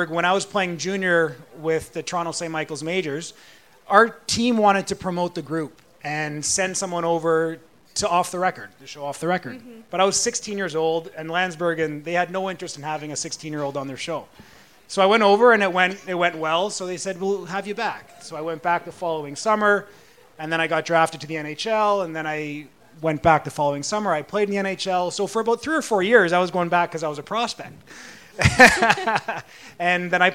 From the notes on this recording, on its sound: PuckTalks Live Panel. At the PuckTalks Live event on March 29.